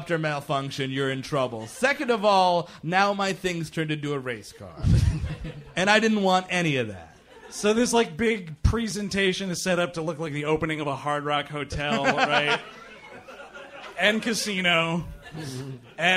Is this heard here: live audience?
yes